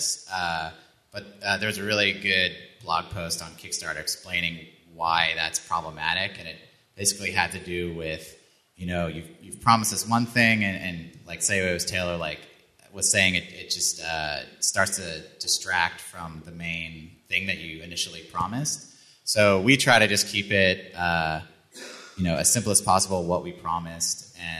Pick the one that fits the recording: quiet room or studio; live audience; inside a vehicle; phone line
live audience